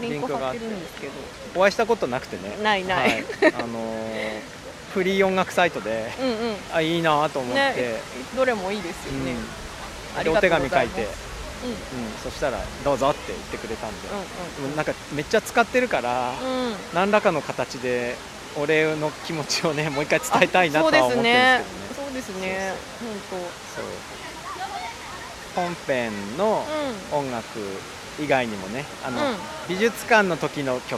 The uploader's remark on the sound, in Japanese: 明治神宮に蚊が出はじめたので、上野公園へと収録場所を移しました。